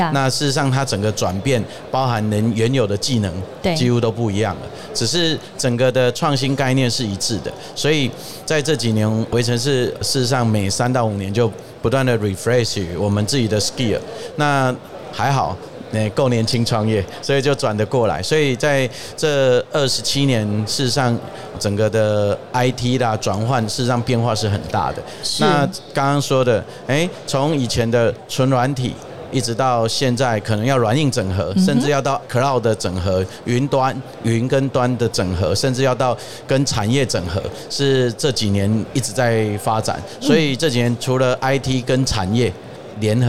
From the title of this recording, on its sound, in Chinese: 2022 Taipei Cycle台北國際自行車展-Live Podcast